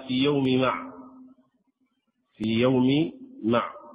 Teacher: فيوم الميم هنا مع الميم الثانية لا تدغمان لأن الأولى متحركة · Term: أظهر الحرفين